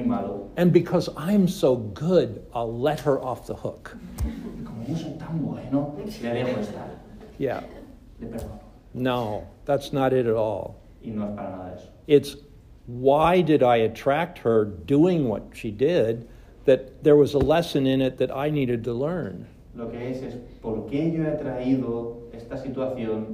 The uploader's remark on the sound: VALENCIA LRT. Spoken to a Spanish audience.